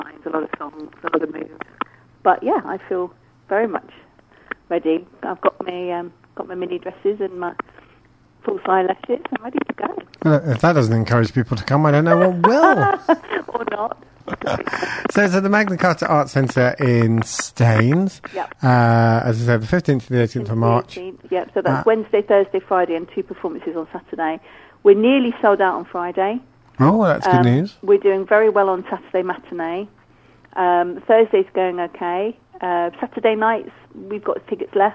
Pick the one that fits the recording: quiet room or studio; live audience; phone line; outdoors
phone line